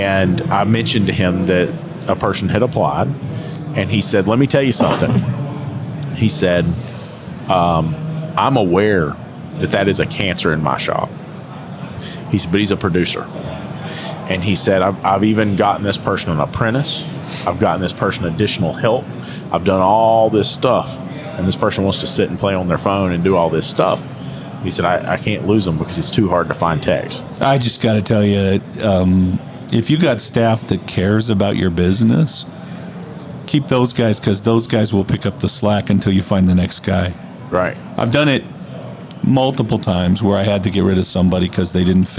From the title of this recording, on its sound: Live at AAPEX 2022